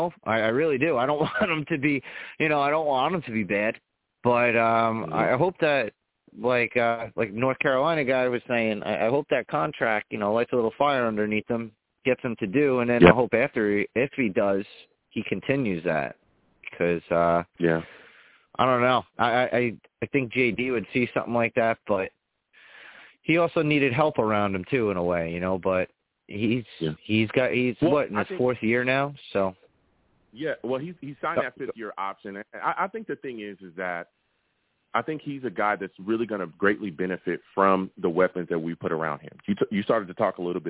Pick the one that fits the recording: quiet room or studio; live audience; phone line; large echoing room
phone line